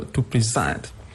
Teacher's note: It's a verb, so the stress is on the second syllable, to present.